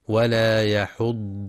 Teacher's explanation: مع بيان تشديد الضاد وإعطائها صفة الاستطالة